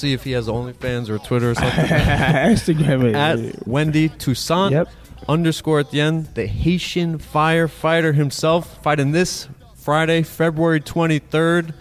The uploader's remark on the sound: IN-GYM.